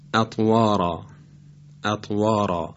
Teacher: بعد از حرف ر الف قرار گرفته و باید تفخیم بشه